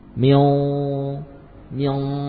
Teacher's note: nun sukun yang samar ketika bertemu dengan shad juga menebal, ya, suara gunahnya menebal.